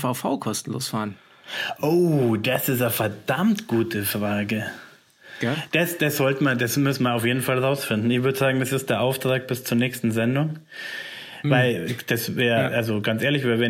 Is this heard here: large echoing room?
no